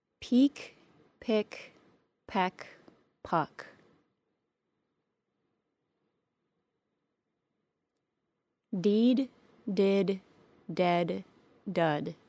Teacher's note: notice the way your tongue gradually moves from very high in your mouth to a low central position